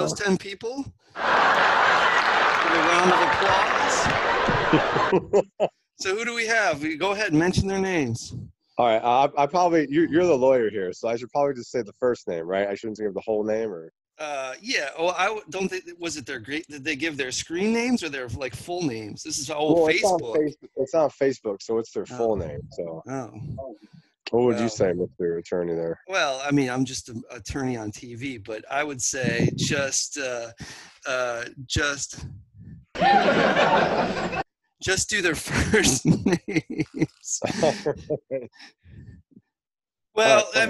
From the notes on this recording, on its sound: Taped before a live studio audience!